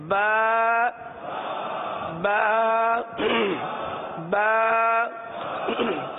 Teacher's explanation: با دونوں ہونٹوں کے تر حصے سے ادا ہوتا ہے